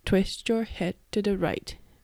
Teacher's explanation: Twist と Head と Right にアクセントというかイントネーションがあって